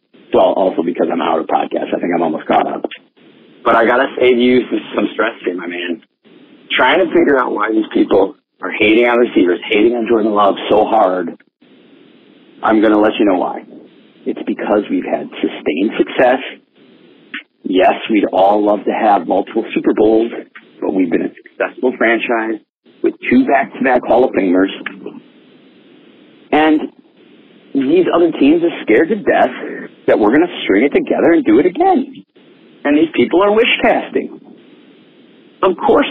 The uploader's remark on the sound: The Green Bay Packers call-in show. Where passionate fans share their thoughts.